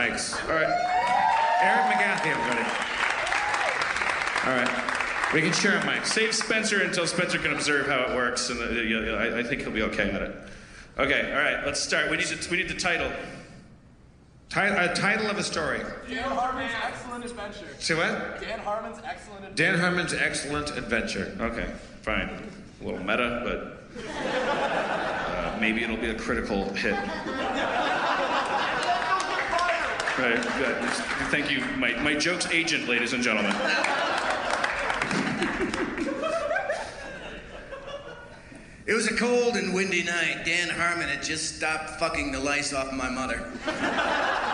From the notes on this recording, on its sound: Madison, WI. The audience shouts weird things!